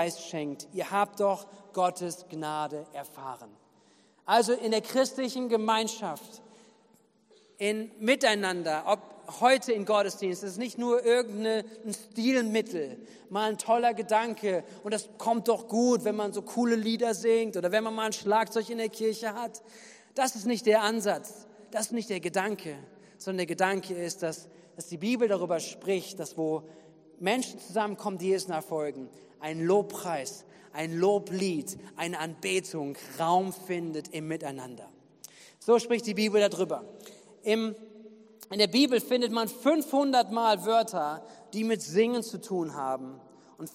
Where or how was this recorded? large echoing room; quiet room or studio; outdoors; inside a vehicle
large echoing room